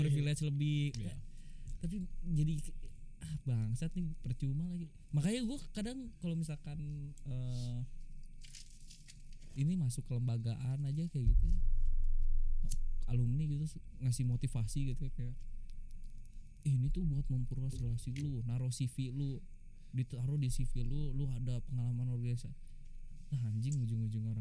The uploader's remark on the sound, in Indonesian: Ngobrol subuh-subuh, soundnya sedikit jadi kecil monmaap lagi-lagi kesalahan teknis.